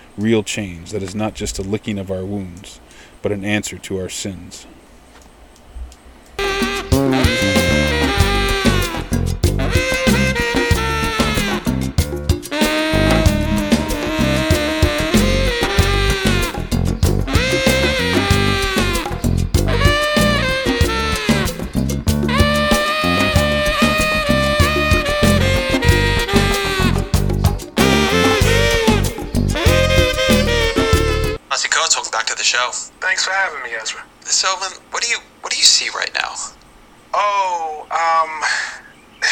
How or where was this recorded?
outdoors